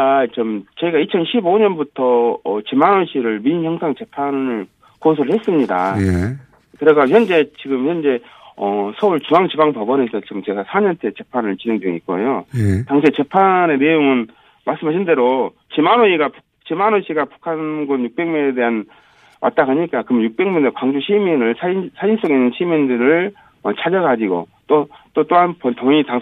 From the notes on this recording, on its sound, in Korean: 전화연결